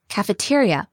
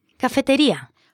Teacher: In the English word, we tend to stress the T-E-R in the middle · Shown in: first take